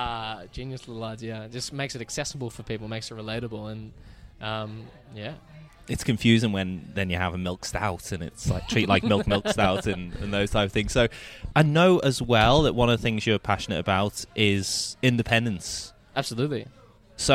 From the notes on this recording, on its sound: The episode was recorded at Mr West in Footscray.